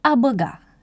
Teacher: B este o oclusivă sonoră, adică o consoană care se formează prin explozia aerului din cavitatea bucală